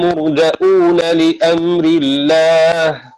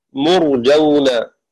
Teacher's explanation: قرأ شعبة بهمزة مضمومة قبل الواو · Shown in: first take